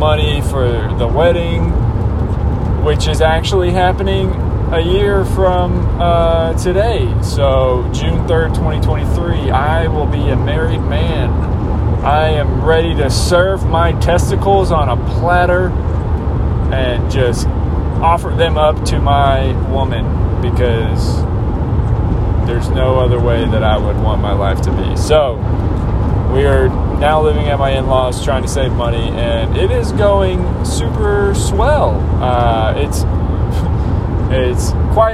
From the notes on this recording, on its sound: Sorry I was driving in the car but I needed to let you know what’s going on with me!